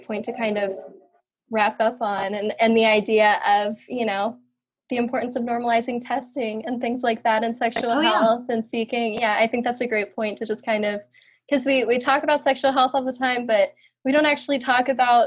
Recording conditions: video call